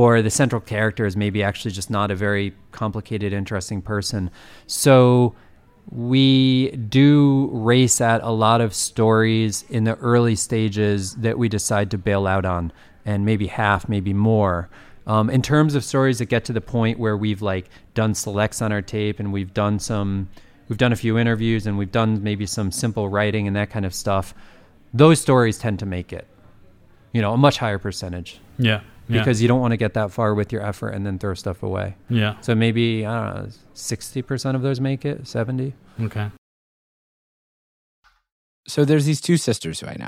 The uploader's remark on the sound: It was recorded at the end of 2019 - yeah, it's taken a while to produce this - at the Podcastnetwerk Festival in Amsterdam.